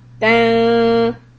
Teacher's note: The noon is ikhfa, so you're going to hide the noon. Tan, hold the sound to harakat.